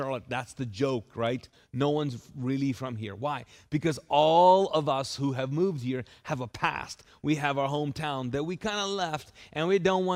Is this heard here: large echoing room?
yes